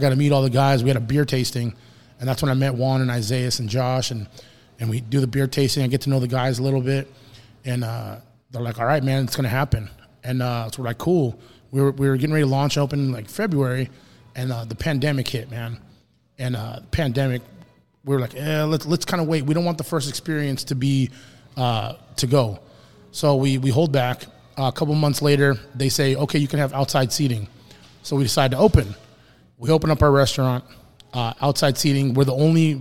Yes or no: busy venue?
yes